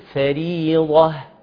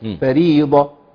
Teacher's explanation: خد بالك عايزين الهاء مرققه · Shown in: first take · ايوه مرققه، فيبقى ابتسامه بسيطه بعد منزل من تفخيم واستعلاء الضاد.